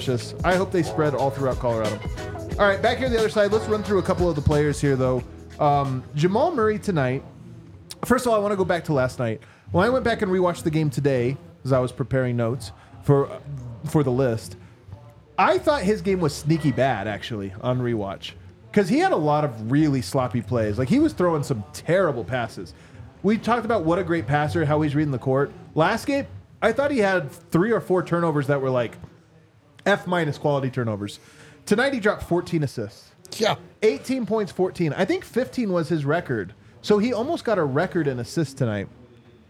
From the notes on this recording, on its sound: LIVE from thew DNVR Bar